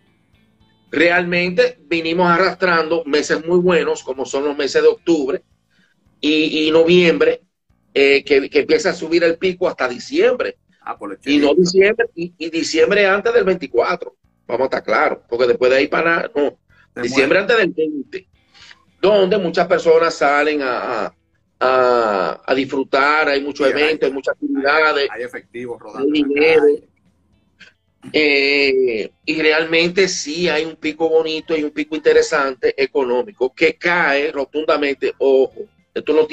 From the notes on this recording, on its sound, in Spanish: En abril 30 del 2020 hice un Instagram Live